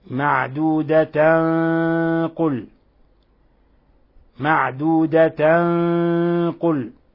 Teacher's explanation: تخفى التنوين اللي هي نون ساكنة في الأصل في القاف، وهنا تفخم الغنة لأن القاف من حروف خص ضغط قض، القاف من حروف التفخيم. · Term: إخفاء حقيقي